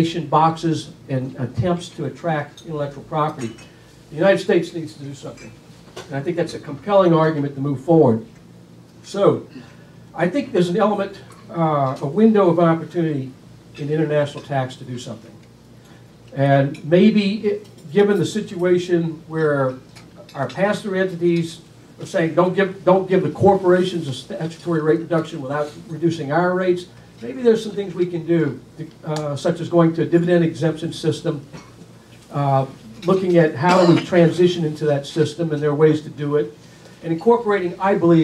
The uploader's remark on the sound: WASHINGTON, DC. Appeared at a breakfast meeting of The Ripon Society, delivering remarks.